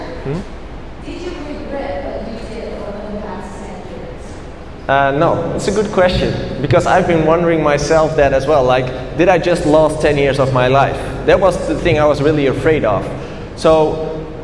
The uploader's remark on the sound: A Keynote At Wired Music Week In Kuala Lumpur. This is the recording of my first international keynote in Kuala Lumpur.